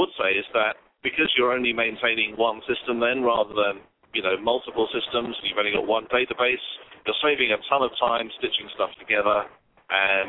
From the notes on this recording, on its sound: LIVE AT THE AFP TECHKNOW Conference in Orlando